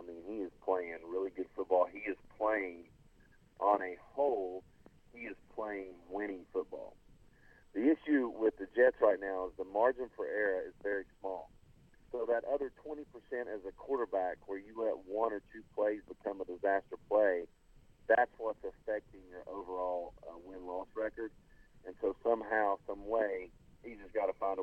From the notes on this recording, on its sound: calls in from Kentucky